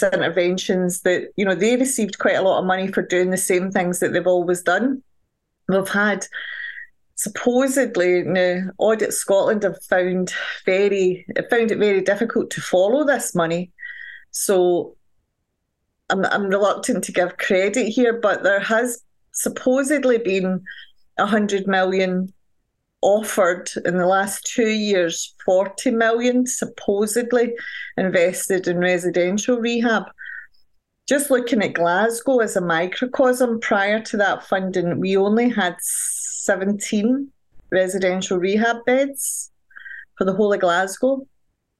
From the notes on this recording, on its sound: Recorded 11.20.2023 in Raleigh, NC and Glasgow, Scotland, UK on Zoom